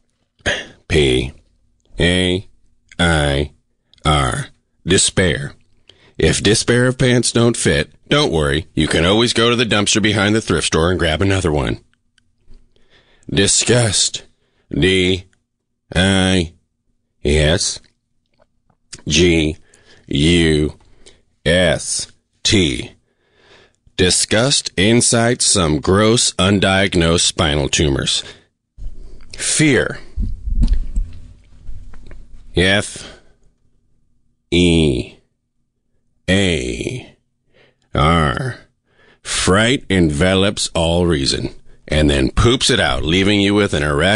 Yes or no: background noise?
no